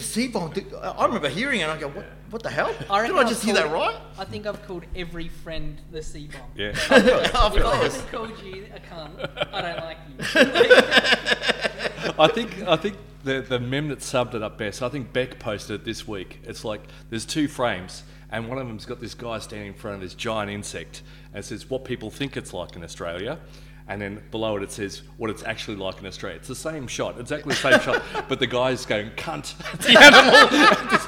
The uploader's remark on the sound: In our first face to face episode since start of lockdown. Took the show on the road to the Big City Comics store in West Melbourne.